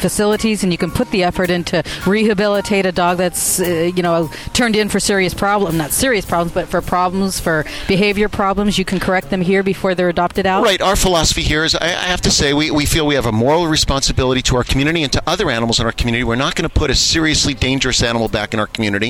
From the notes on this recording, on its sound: Live Broadcast from San Diego Humane Society Adoptathon.